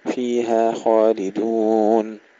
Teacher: ترقيق الهاء وتفخيم الخاء